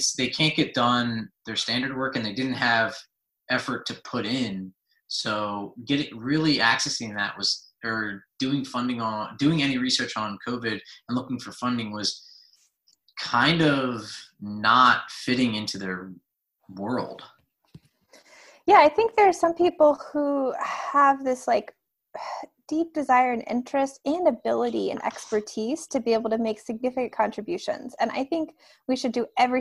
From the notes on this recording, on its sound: This episode was a Zoom video (not just audio!).